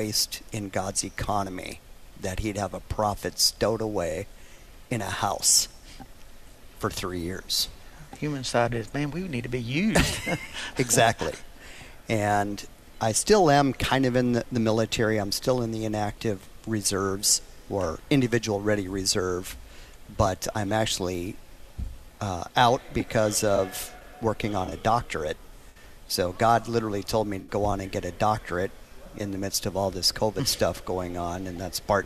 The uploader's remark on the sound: Live from the Man Up Confrence Fort Mill SC